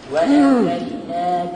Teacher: الحرص على إثبات الهمزة على أنها قطع